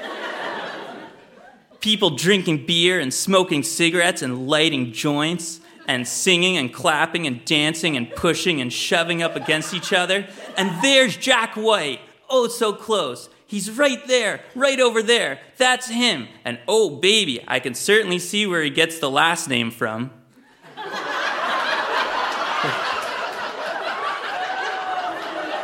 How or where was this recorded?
live audience